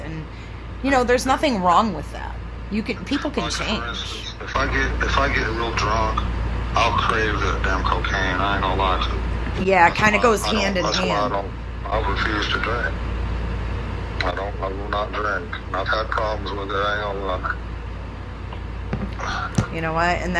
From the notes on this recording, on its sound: phone calls